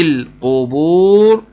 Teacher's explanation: وتاخد بالك من المدود الطبيعية بتاعتها وضم القاف جيدا وتفخيمها